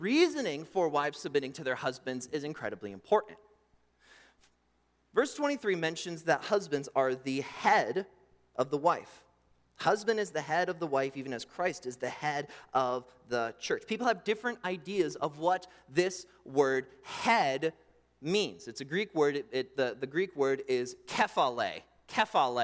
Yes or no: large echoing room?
yes